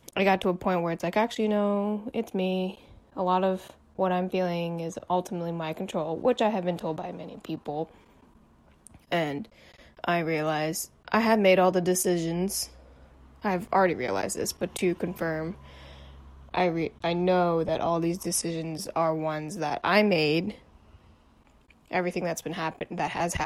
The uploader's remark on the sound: SOLO EPISODE. I decided to start the search process and in good fashion, I recorded voice memos documenting the process. When adding up 30 second - 3 or 4 minute recordings, these become pretty lengthy.